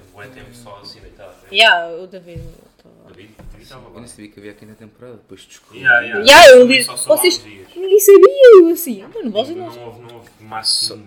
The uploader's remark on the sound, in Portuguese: Choveu, contudo também esteve sol nesta gravação. O episódio tem estalos na gravação com o objetivo de colocar o ouvinte na pele de alguém da Ucrânia neste momento.